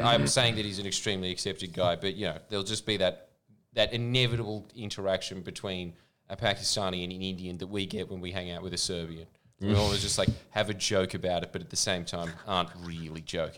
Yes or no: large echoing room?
no